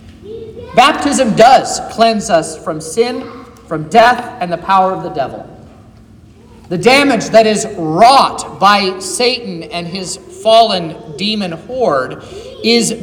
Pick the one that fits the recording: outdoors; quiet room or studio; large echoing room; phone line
large echoing room